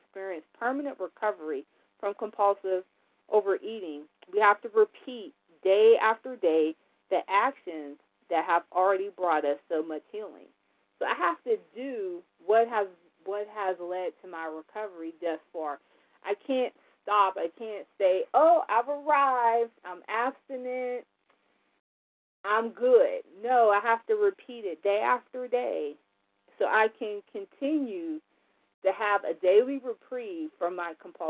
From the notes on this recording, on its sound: 100 Pounders Phone Meeting